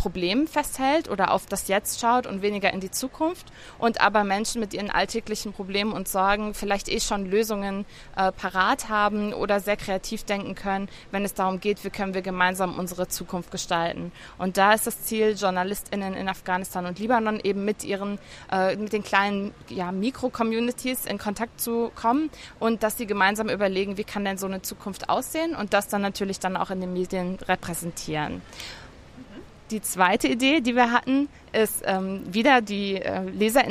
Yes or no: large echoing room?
no